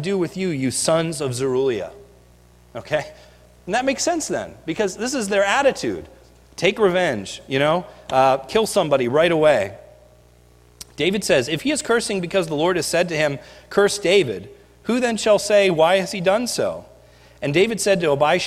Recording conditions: large echoing room